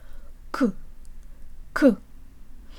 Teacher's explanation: the k sound, which begins with full obstruction where no air can get through